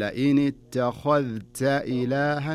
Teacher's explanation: الخاء تكون مفخمة والتاء والذال تكون مرققة، وعدم إدغام الذال في التاء